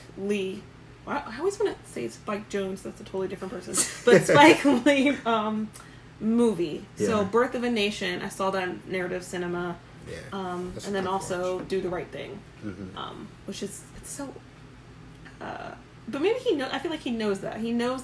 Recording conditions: background noise